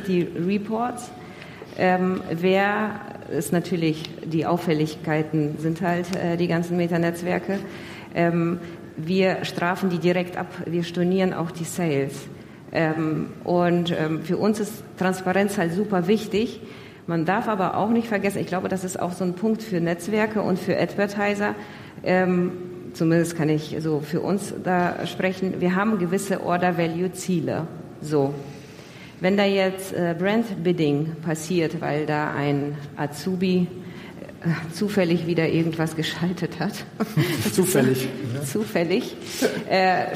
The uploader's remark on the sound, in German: Die zweite Aufnahme live von der großen Bühne